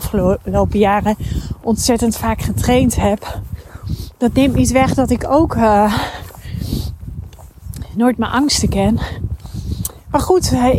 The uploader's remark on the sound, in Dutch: een mooie nieuwe podcast die ik tijdens het wandelen heb opgenomen